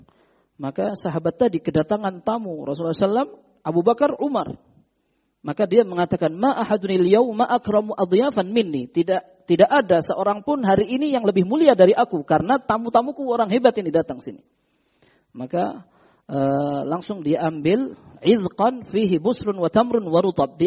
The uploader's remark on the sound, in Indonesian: Rekaman Audio Kajian Tematik. Kajian di masjid Mu'adz bin Jabal.